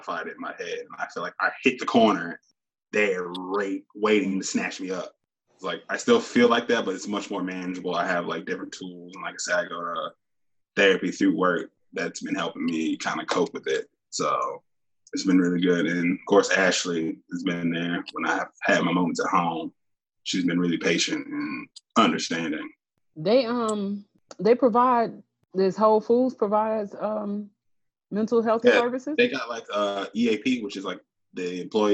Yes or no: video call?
yes